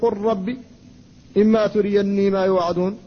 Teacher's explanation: قل ربي هذا بين المتجانسين، فاللام والراء، اللام ساكنة والراء محركة وهما متجانسان، فحصل الادغام